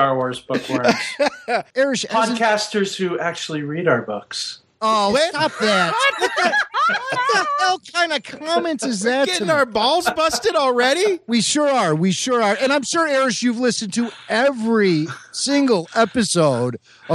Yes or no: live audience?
no